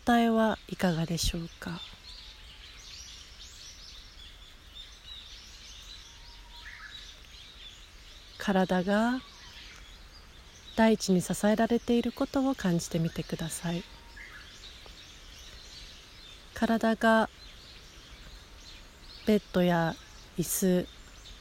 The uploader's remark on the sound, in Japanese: 自然音とともに行うボディスキャン瞑想。逗子の披露山公園の山の中で録音したボディスキャン瞑想です。